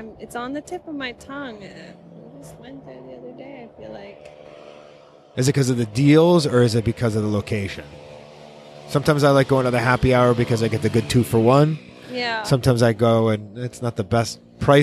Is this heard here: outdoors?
yes